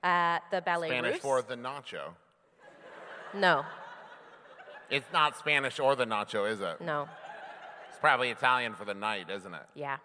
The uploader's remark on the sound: We recorded it LIVE in New Orleans!